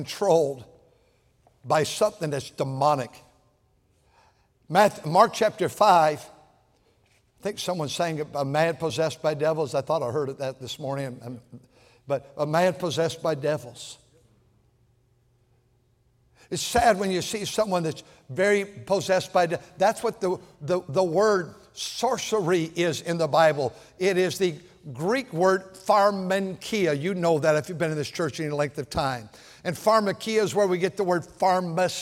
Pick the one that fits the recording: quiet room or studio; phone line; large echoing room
large echoing room